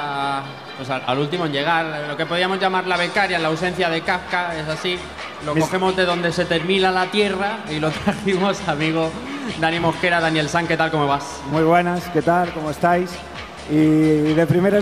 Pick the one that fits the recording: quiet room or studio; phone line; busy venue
busy venue